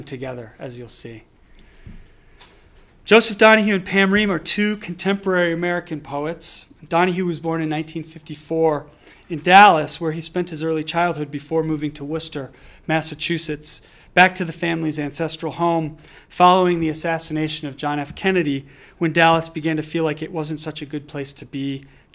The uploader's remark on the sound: delivered this lecture on March 1, 2018 at the University of Chicago